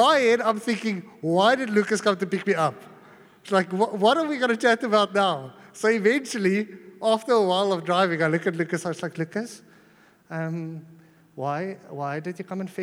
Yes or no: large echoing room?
yes